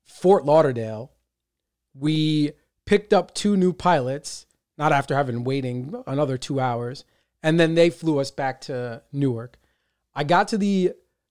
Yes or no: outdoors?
no